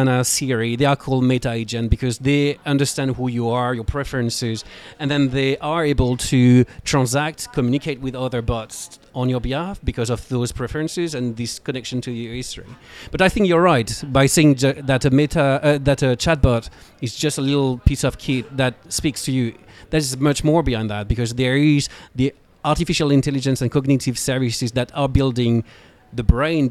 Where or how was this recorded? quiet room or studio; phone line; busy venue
busy venue